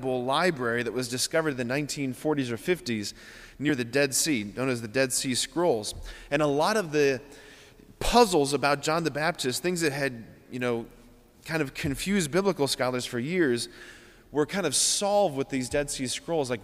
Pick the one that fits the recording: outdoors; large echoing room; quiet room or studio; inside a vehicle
large echoing room